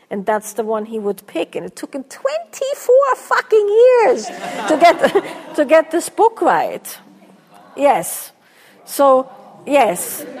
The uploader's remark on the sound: a Q&A from their Lineage and Liberation Workshop